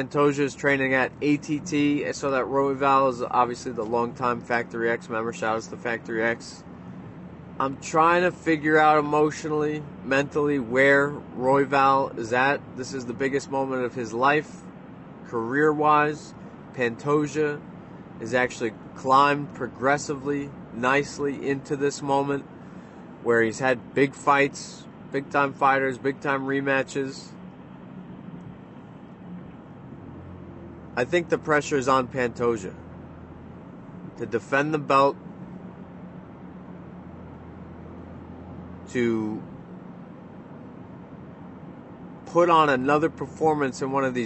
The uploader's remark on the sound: from the car